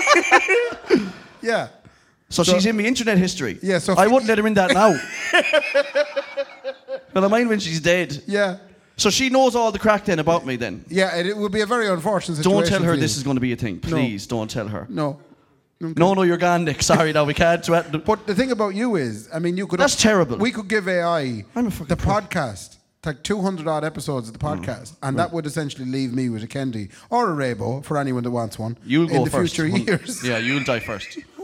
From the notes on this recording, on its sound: live at Anderson’s